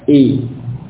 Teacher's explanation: mengucapkan ya dan kasrah itu inhidar dengan turun, wa tasaffal dan rendah